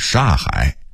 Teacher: 北京人在说什刹海的时候，因为语速快，会把什刹变成一个音煞。 · Term: 音变吞字